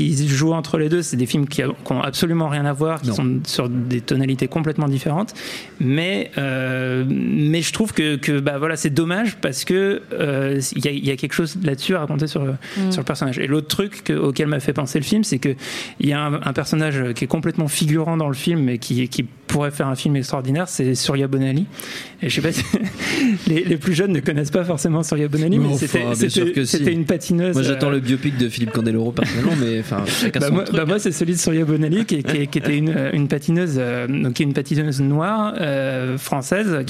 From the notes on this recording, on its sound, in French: Enregistré le 14 février 2018 au Bar à Bulles (8 bis Cité Véron, Paris 18ème)